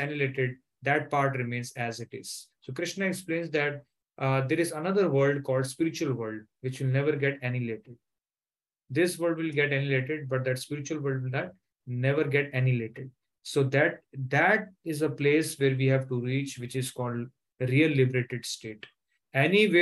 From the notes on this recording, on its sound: Zoom session